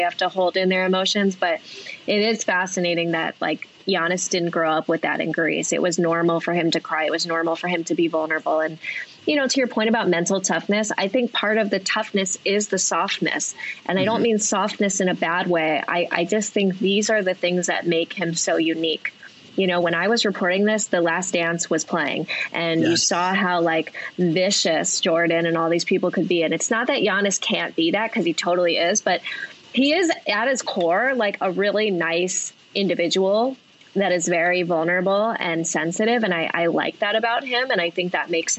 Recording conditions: video call